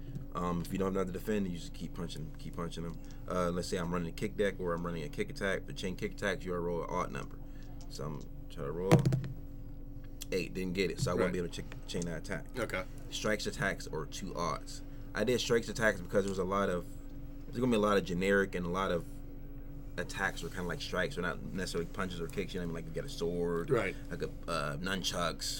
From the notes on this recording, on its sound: Live From The Nerd Korner. This week we are live at the Nerd Korner.